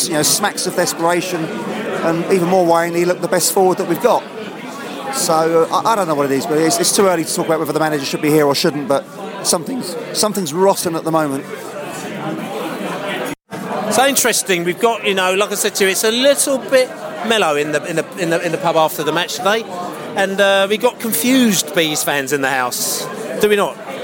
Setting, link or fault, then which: setting, busy venue